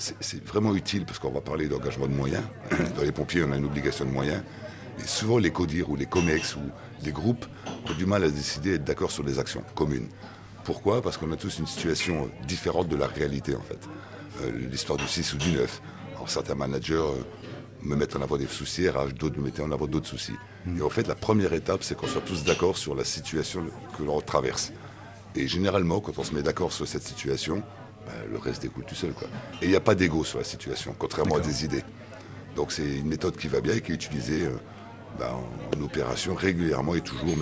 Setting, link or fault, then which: setting, busy venue